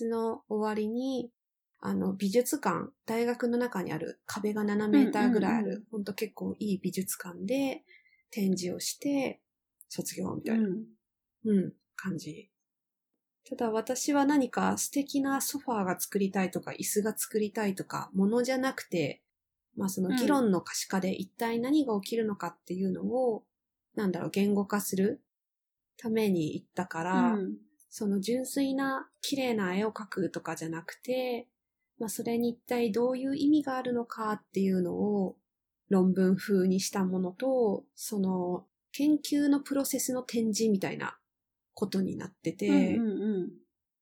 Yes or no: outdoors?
no